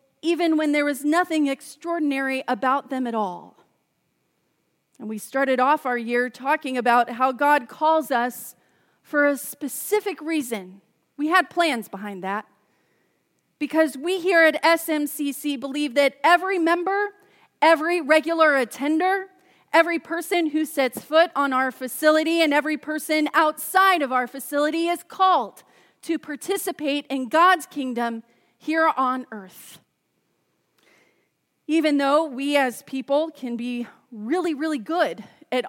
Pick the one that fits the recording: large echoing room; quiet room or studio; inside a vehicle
large echoing room